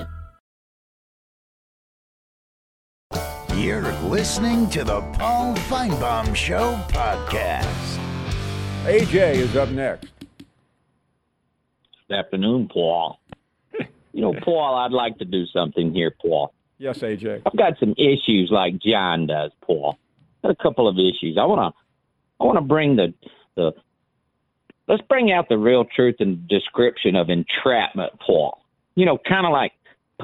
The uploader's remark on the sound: We wrap things up with more of your phone calls.